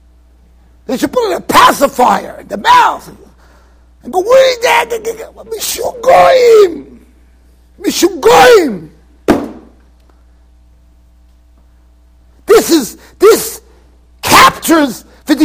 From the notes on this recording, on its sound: Shiur recorded in Yeshivas Ohr Reuven, Monsey NY.